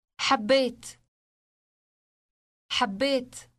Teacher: Note the initial hard H sound produced with friction and the elongated B sound.